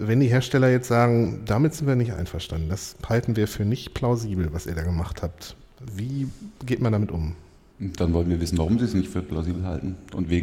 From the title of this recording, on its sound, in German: Live vom 36C3